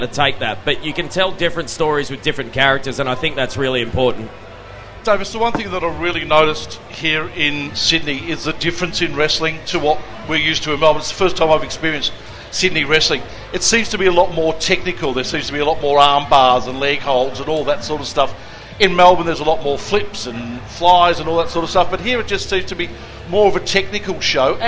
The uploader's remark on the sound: Live from the 2019 PWA Fanfest at Colosseum.